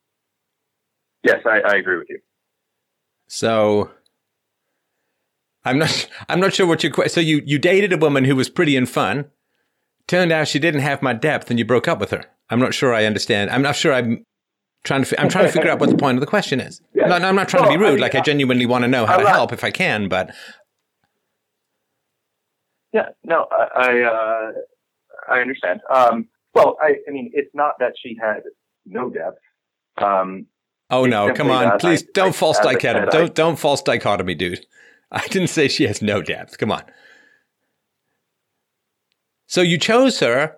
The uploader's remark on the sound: Call In Show